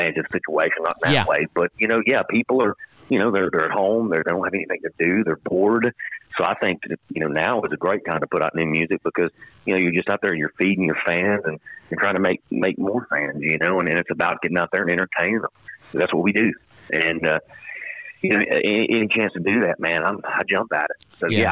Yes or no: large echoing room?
no